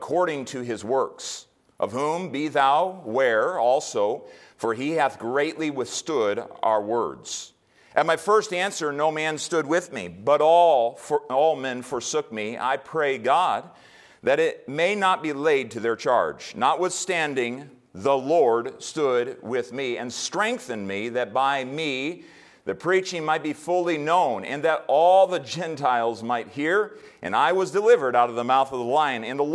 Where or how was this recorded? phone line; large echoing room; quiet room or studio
large echoing room